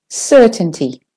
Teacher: So the first syllable is stressed and longer. Certainty. Can you predict the outcome with certainty?